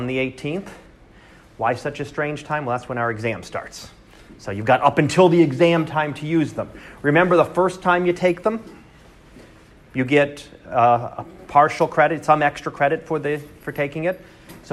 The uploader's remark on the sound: Live Class Lecture